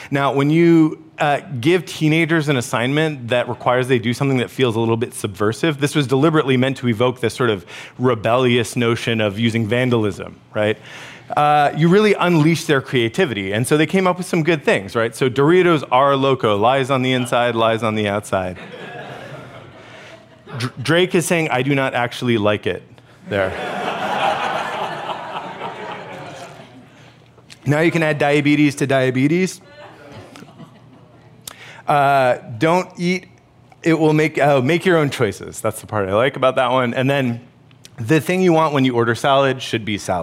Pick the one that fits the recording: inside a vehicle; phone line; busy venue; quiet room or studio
busy venue